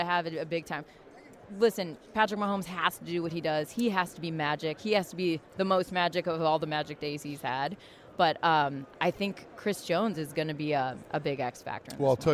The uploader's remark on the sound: from Super Bowl 57 in Phoenix